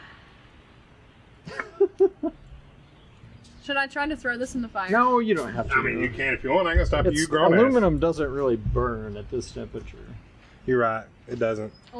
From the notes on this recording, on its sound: If there was ever a ridiculous episode to record on my back porch this one is it. You get the full audio breakdown of what my back yard sounds like. Lots of super serious art talk, fire sounds, and general shenanigans. The audio for this one starts a bit choppy in the first few minutes but I get it tuned up rather nicely shortly in. Noise gate foolishness.